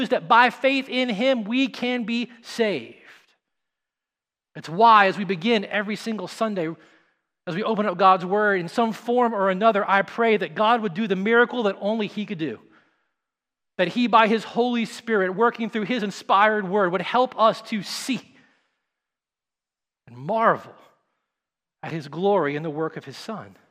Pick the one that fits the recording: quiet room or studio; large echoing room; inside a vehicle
large echoing room